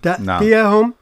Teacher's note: حذاري من أن نضع شدة على الياء من تأتيهم، ليست تأتيهم، تأتيهم.